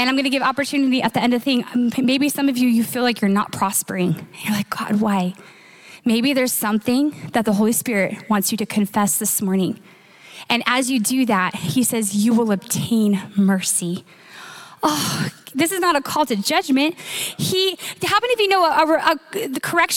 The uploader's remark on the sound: Recorded live at Capital Church in Meridian, Idaho